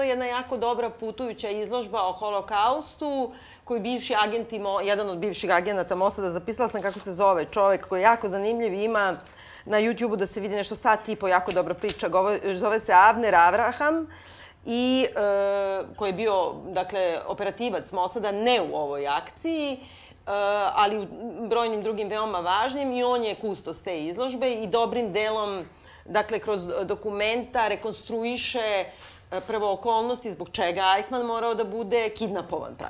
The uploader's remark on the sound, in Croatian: Snimanje pred publikom i razgovori nakon snimanja.